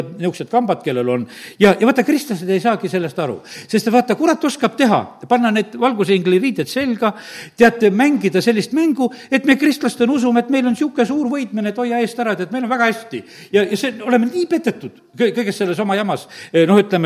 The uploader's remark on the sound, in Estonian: Audio salvestus koosolekult